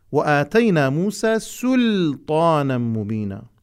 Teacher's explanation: البعض بما أن الطاء أقوى حرف في اللغة العربية ويتمتع بصفة الإطباق والاستعلاء، له الجاذبية للحروف المجاورة ويؤثر على الحروف المجاورة، ولهذا بصورة تلقائية اللام تغلظ. نحن نقلل من هذا التغليظ · Term: اللام غير مغلظة